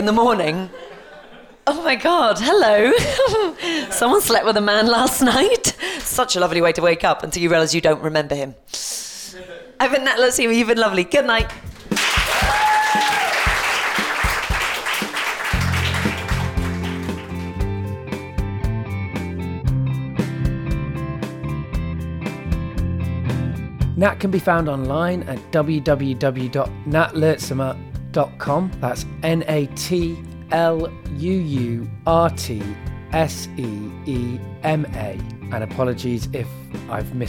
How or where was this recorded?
busy venue